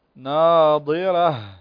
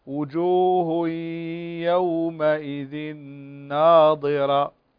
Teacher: التاء مربوطة تقف على هاء